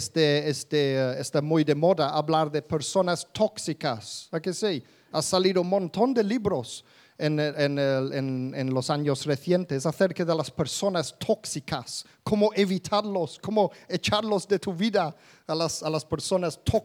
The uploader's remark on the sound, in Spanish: Grabado en directo en la Comunidad Cristiana de Vilafranca.